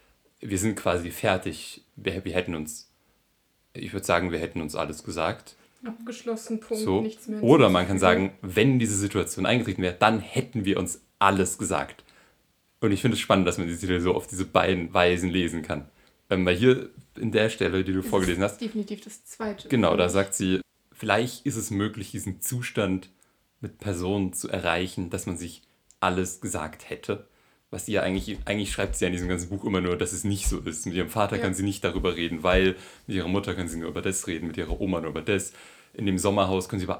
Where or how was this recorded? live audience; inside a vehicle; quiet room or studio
quiet room or studio